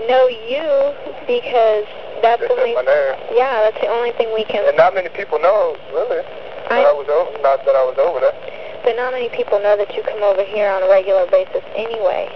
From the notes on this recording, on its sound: Prank Phone Calls Collection